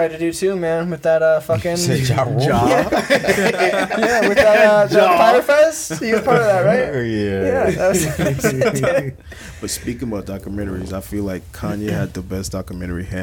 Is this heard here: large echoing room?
no